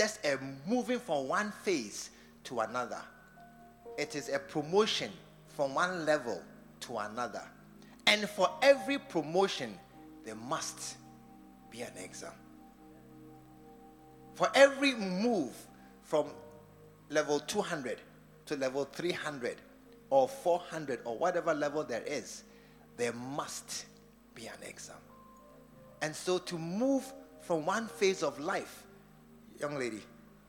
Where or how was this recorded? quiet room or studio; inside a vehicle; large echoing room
large echoing room